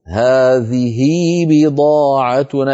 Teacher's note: نرى ذلك على التنبيه الرابع، تعامل العرب هاء هذه معاملة هاء الضمير من حيث الصلة وعدمها، نحو هذه بضاعتنا، نقرأها في الوصل هذه بضاعتنا بياء لفظية بعد الهاء، نشبع الكسرة كسرة هذه حتى يتولد منها ياء لفظية، طبعا في الوصل فقط.